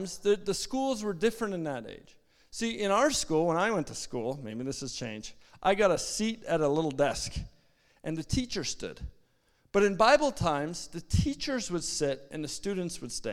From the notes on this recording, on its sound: At our Edmonton Gathering in September, 2023 at Spruce Grove Community Church